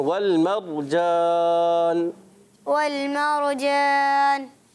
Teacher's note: والمرجان میں را کو تھوڑا پر بھی رکھنا ہے